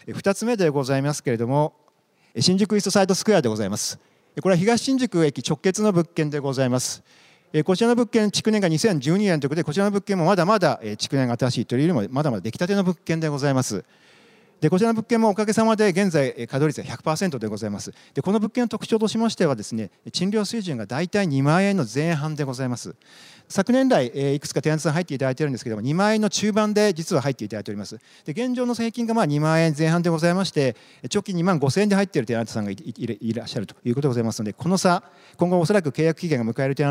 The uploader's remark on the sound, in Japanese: 1月28日に東京証券取引所で開催した「J-REITファン2017」に登壇した「投資法人みらい」のIRセミナーをダイジェスト版でお送りします